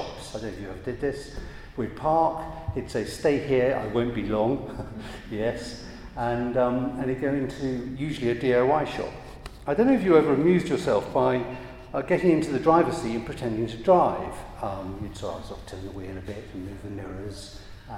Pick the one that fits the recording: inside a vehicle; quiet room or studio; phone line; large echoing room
large echoing room